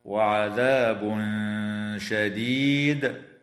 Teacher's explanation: ويخفى عند الشين مع الغنة مرققة في قوله تعالى وعذاب شديد